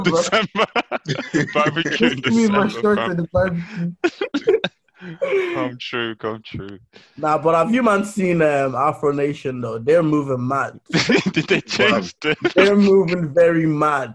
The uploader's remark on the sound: We bring you an episode over Zoom.